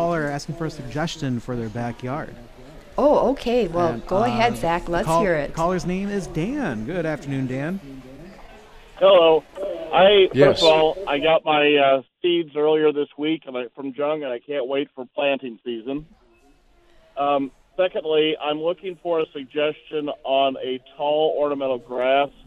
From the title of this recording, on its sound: Live At Jung Garden Center